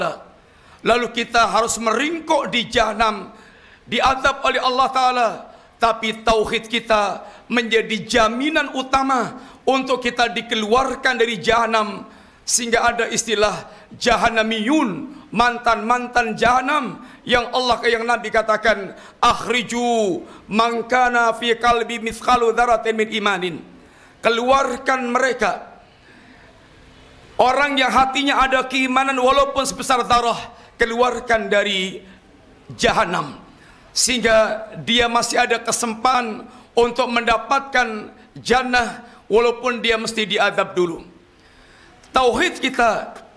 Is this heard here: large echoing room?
yes